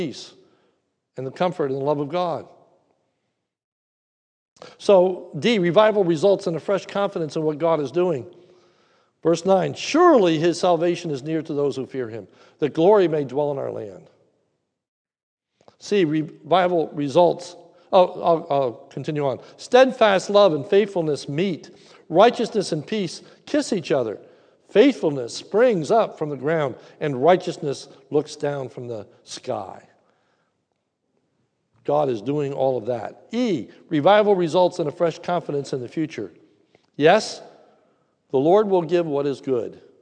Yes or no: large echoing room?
yes